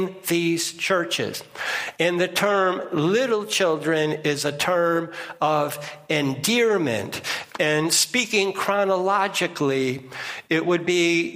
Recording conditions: large echoing room